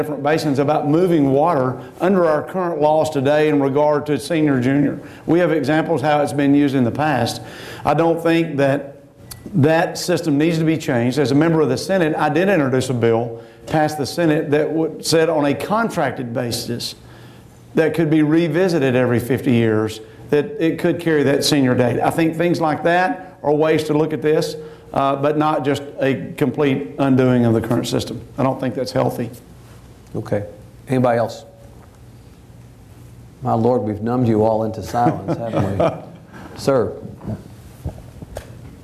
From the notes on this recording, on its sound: This event was recorded before a live audience in Austin. Our TribLive events feature discussion with our honored guests followed by questions from the audience.